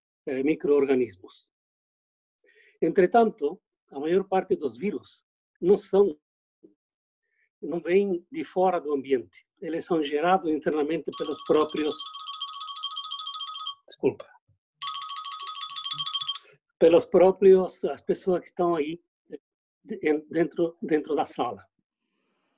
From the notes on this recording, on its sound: Via ZOOM.